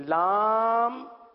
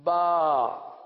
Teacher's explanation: لام کی میم جو ہے وہ ہونٹوں کے خشک حصے سے ادا ہوتی ہے، وہ حصہ جو باہر رہتا ہے، با دونوں ہونٹوں کے تر حصے سے ادا ہوتا ہے